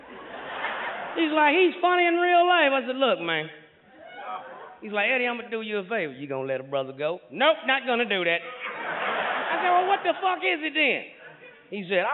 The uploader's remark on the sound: As he buzzes around the stage and literally climbs the walls. Stand-up special live from Oakland, California.